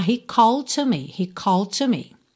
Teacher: o D de called e o T de to se juntam num som só